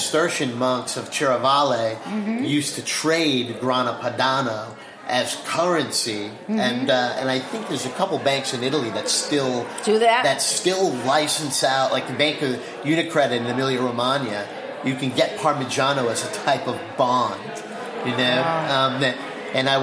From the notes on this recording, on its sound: live from the Crown Finish Caves in Crown Heights, Brooklyn at the Molds, Monasteries, and Microscopes event on May 20th